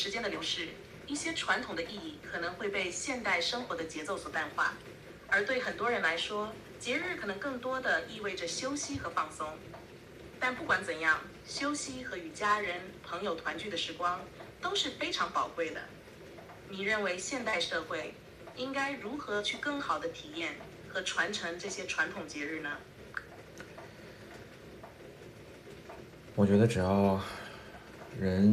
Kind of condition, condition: fault, background noise